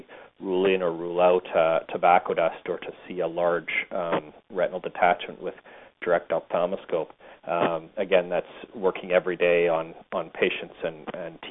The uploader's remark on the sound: Author in the Room®Teleconference